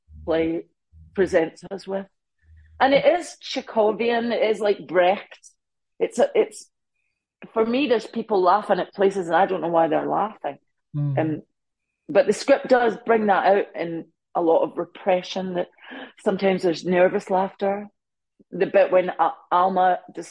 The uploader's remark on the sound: on the Zoom